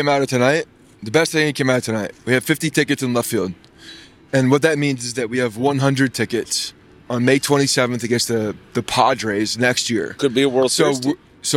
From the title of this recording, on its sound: Live From The Game